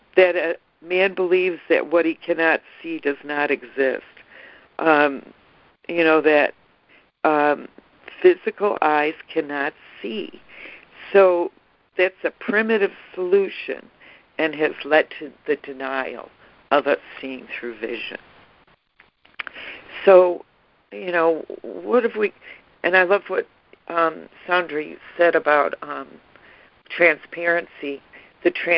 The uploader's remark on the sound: ACIM Daily Conference Call.